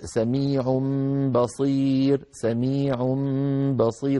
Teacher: نقلب التنوين ميما ونخفي الميمة عند الباء